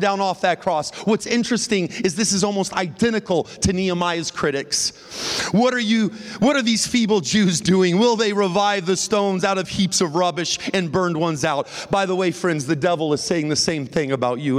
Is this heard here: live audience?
yes